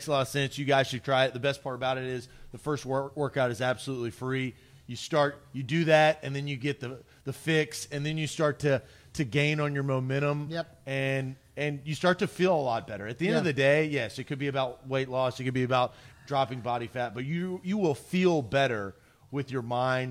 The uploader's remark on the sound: LIVE from Manduu Nashville in Brentwood!